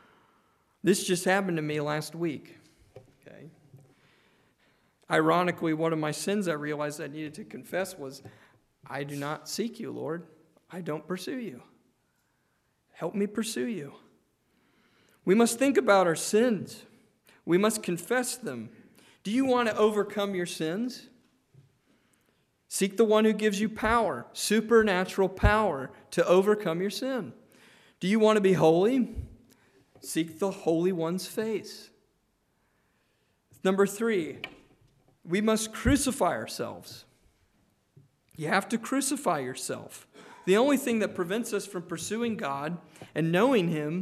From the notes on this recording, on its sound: Preached on June 11, 2023 (Evening) at Trinity Presbyterian Church